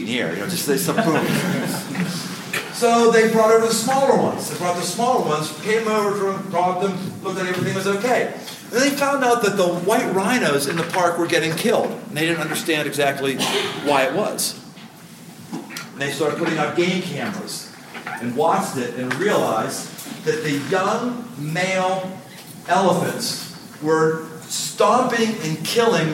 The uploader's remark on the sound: Live in Rock Valley, Iowa. Recorded live.